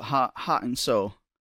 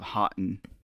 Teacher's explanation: She doesn't pronounce the T's · Term: glottal T